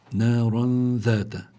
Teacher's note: عندي الراء مفتوحة فلابد من التفخيم، إذا فتحت الراء لابد من تفخيمها.